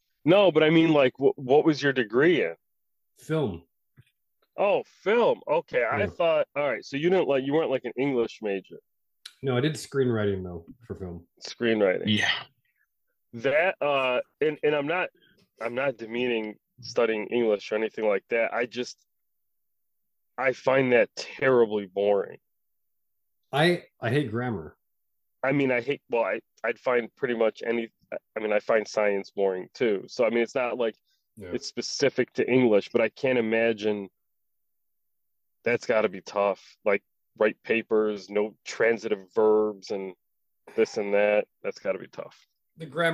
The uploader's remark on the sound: This episode sounds like it was recorded in two cars and a bathroom.